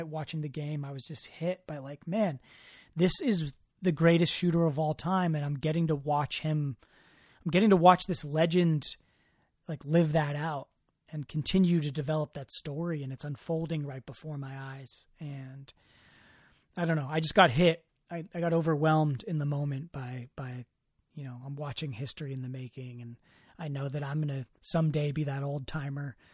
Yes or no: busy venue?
no